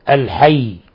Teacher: لفظ الحي لو اضطرارا وقفنا عليه فلا بد أن نقف بالتشديد